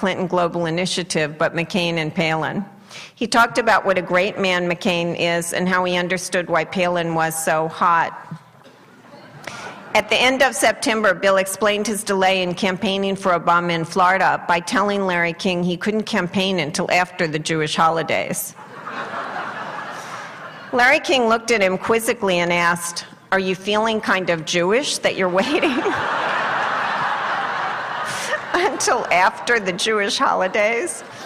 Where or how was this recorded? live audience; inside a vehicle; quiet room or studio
live audience